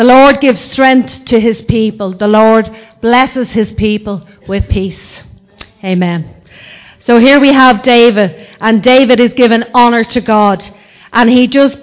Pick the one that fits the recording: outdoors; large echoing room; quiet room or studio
large echoing room